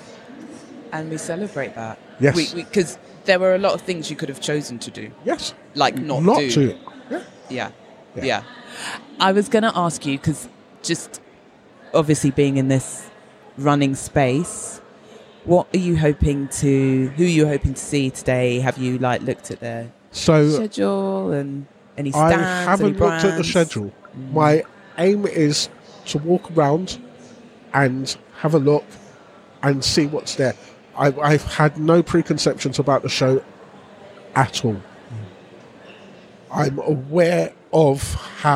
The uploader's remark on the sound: recorded live last May from the Emancipated Run Crew stand at The National Running Show South